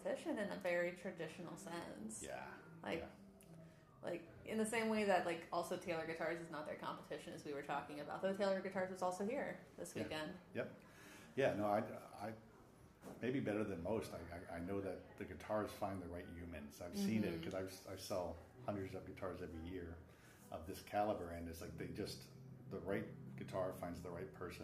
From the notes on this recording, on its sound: LIVE from the International Vancouver Guitar Festival